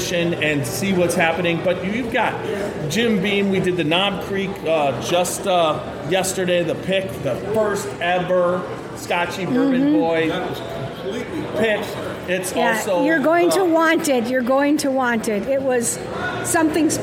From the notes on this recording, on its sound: Kick off this years bourbon capitals barbecue challenge at log still distillery in Gethsemane Kentucky! We are podcasting right from the festival.